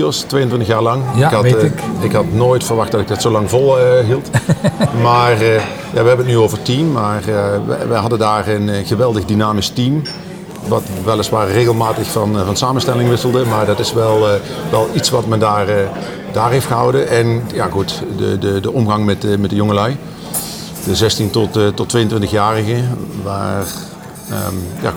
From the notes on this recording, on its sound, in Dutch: dit gesprek is opgenomen in een vol restaurant langs de snelweg!